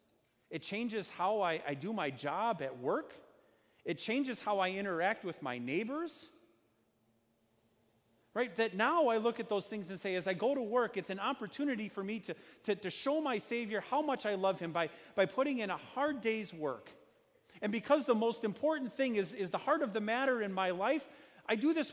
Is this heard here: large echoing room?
yes